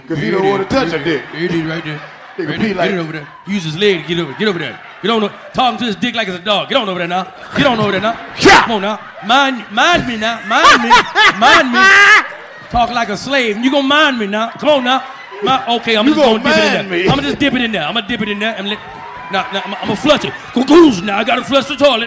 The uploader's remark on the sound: LIVE In Birmingham!